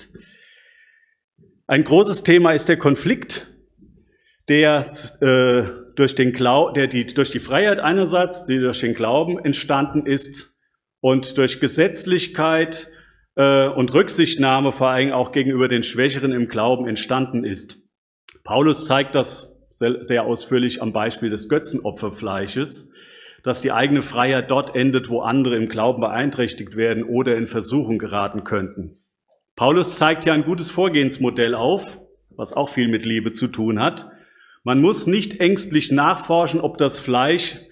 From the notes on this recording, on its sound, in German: Predigt aus dem Gottesdienst